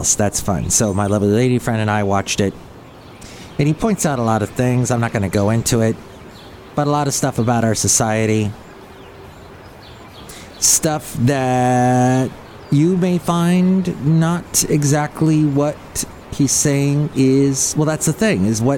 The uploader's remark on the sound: podcasts live from Cafe Anyway